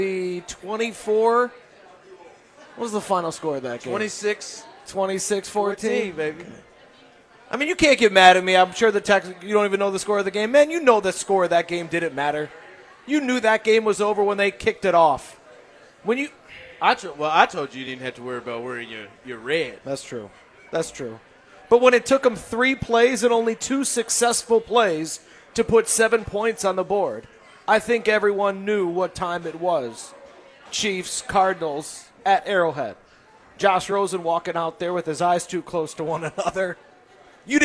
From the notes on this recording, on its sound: LIVE from Chicken N Pickle in the Northland